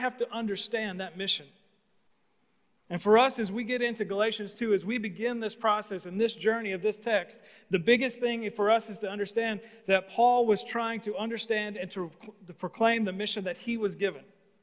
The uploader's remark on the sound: TR campus. Recorded live at The Fellowship at Two Rivers on January 24, 2021.